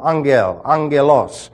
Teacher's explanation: double G's in Greek are pronounced ng, N-G